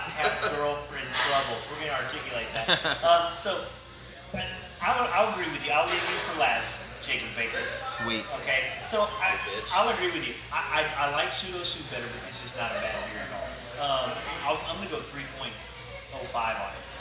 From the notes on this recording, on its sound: Recorded at Thistle Draftshop at the Texas release of Toppling Goliath beers, Pseudo Sue, Pompeii, and King Sue! A STUDIO AUDIENCE!!